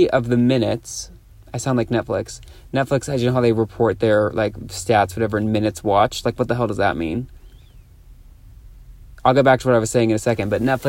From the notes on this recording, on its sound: Records live from a parking lot.